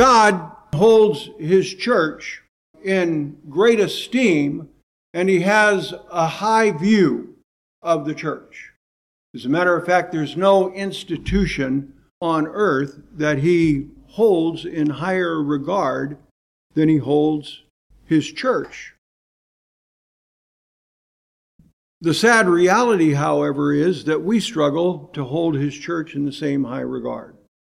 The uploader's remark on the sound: preached in 2018 at Bethel PBC in Calabash, NC